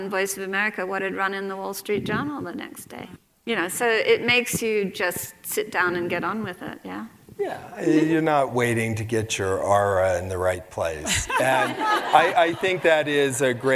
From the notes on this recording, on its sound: Onstage for a lecture series held by Aspen Words.